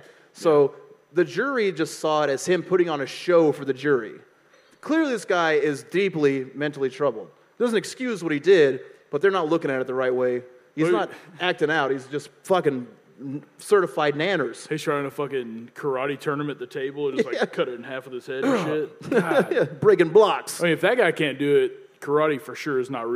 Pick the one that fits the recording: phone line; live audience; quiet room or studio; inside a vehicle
live audience